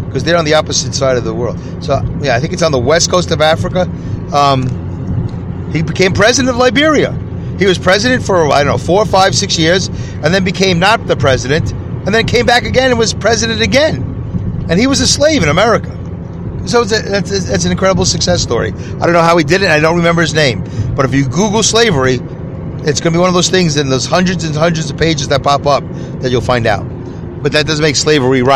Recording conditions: inside a vehicle